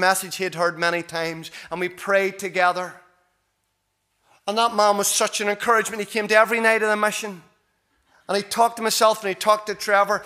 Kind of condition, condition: setting, large echoing room